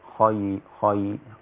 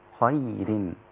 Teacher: خلصي ترقيق الياء من الخاء · Shown in: second take · ما تبقاش خاي خاي خير.